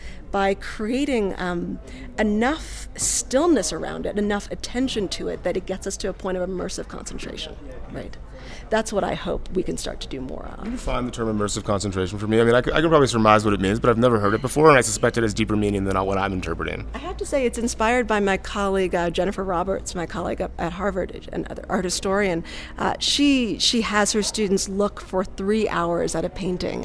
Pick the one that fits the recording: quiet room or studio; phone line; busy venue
busy venue